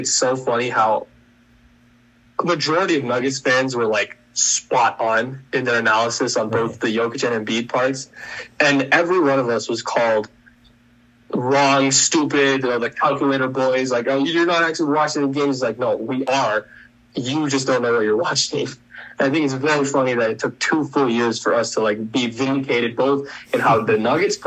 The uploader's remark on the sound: Unfortunately we had limited recording time on Zoom.